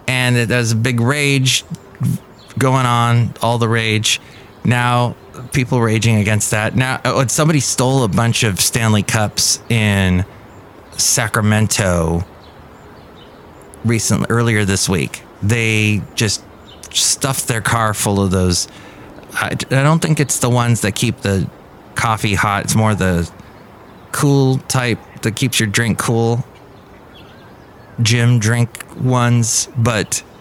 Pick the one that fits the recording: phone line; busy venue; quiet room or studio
busy venue